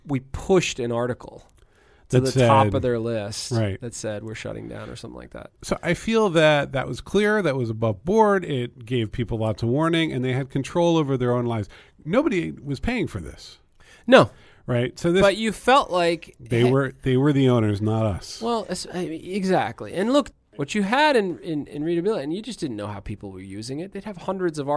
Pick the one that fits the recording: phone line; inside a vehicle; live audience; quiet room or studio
quiet room or studio